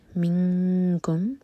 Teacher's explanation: یہاں پر ہم نون کی آواز کو چھپائیں گے اور ٹائم دیں گے 2 سیکنڈس کا · Term: اخفاء